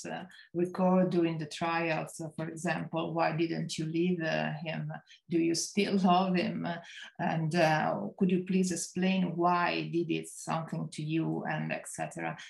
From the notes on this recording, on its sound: Recorded live on Zoom